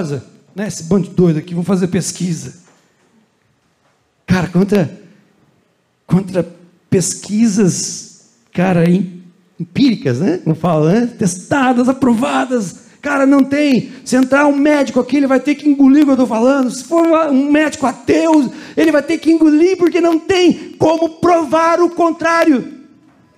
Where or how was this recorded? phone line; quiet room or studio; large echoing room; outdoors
large echoing room